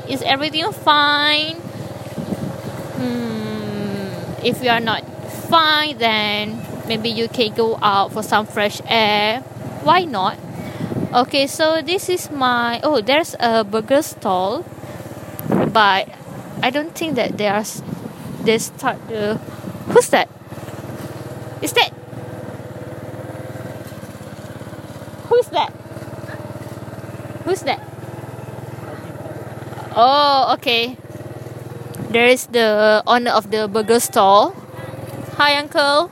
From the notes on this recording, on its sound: sorry listeners I'm on motorcycle during the recording